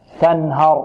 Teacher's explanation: تاء مرققة والنون مرققة والهاء ماذا؟ مرققة والراء ماذا؟ مفخمة